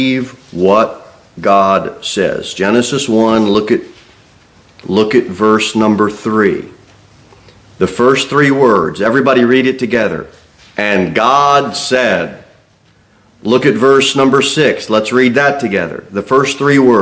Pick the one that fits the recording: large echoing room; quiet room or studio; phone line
large echoing room